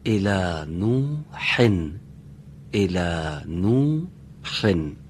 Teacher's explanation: فقط بعد در کلمه نوحن اون حائجیمی رو از وسط حلق تلفظ میکردیم با گرفتگی صدا